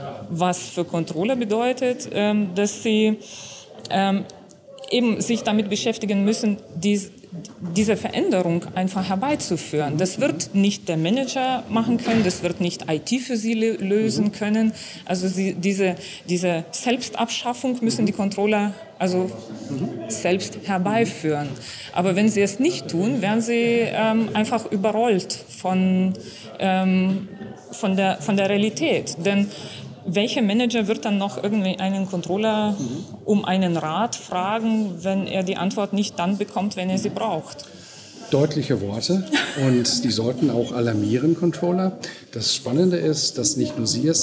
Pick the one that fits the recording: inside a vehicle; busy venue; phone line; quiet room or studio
busy venue